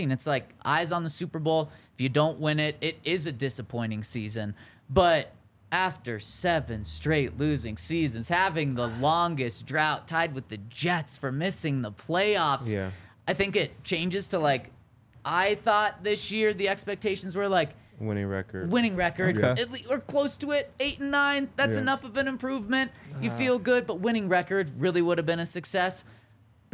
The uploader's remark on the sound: coming to you LIVE from the DNVR Bar